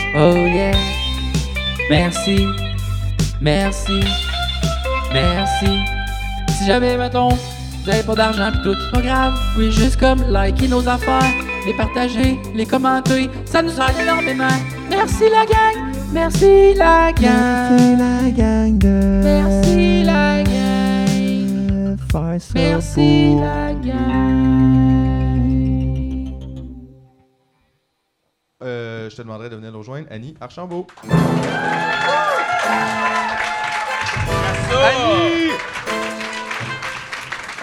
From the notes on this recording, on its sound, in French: Épisode enregistré le 9 mai 2023 au Verre Bouteille.